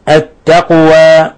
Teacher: التقوى قاف ساكنة تقلقل